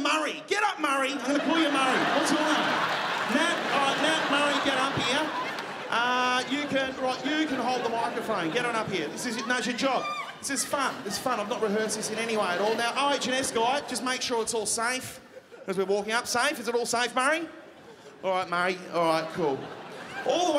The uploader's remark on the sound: Recorded on Wednesday 29 March 2017 at The Regent Theatre for ABC. At The Regent Theatre for ABC, officially kicking off the 2017 Melbourne International Comedy Festival - the Opening Night Comedy Allstars Supershow.